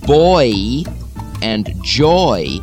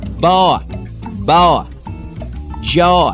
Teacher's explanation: a couple of diphthongs or double vowels, oi and I, become single vowels, aw and I, but they continue to have the lilt · Shown in: second take · Term: lilt truncations of vowels